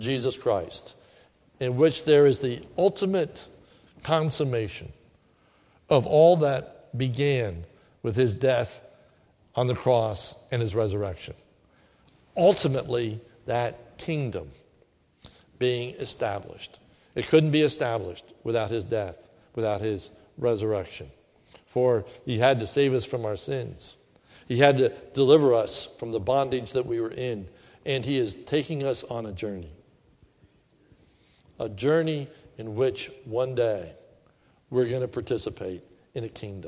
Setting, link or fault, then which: setting, large echoing room